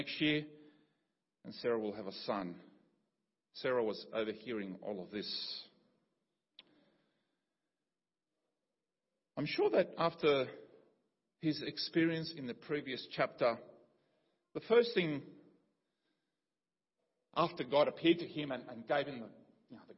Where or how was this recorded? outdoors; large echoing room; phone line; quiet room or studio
large echoing room